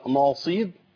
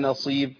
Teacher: مش نا النون عندي مرققة في القرآن كله · Shown in: second take